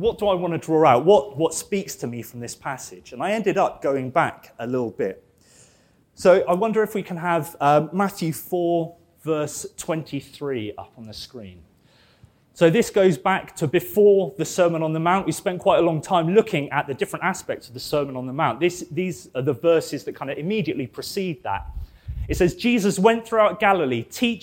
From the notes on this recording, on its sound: This sermon was preached at Welcome Baptist Church